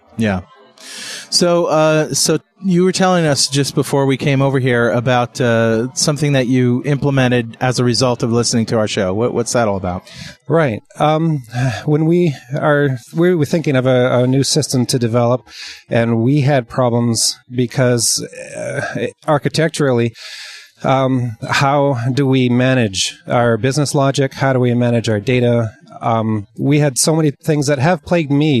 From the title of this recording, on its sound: Live from the Canadian Vista Launch Events!